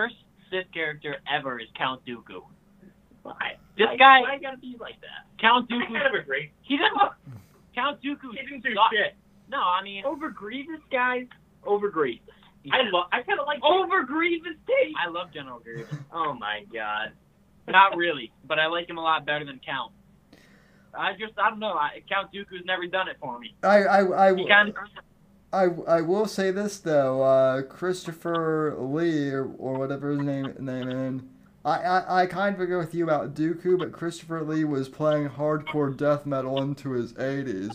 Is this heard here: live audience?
no